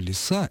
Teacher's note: лиса имеет ударение на окончании